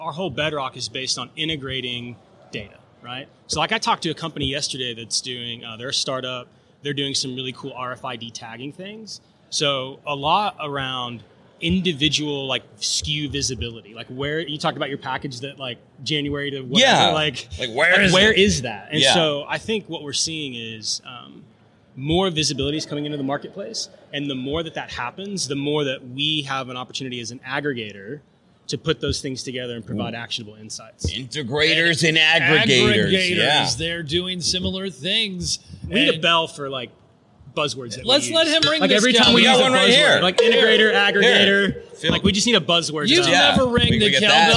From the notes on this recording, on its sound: We're coming to you live from Air Cargo 2020 in Nashville with our first session!